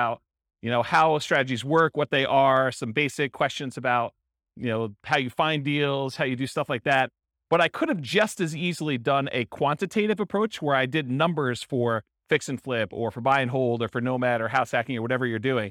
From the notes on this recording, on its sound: This was a live class recorded